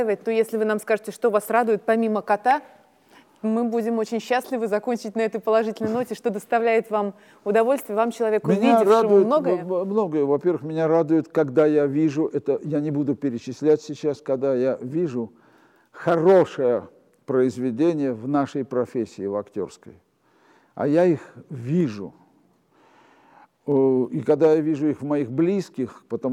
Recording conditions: live audience